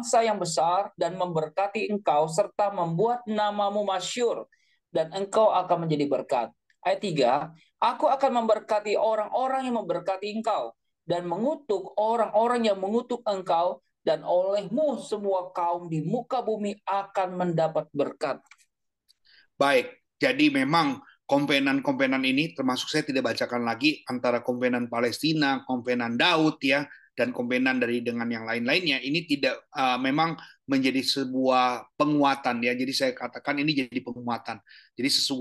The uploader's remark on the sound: Audio Zoominar